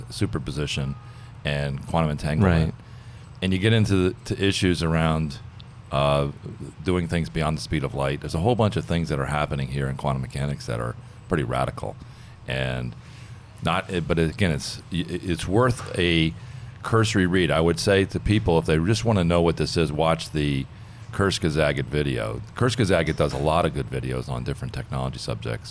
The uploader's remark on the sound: Live from San Francisco at the IBM Think 2019 conference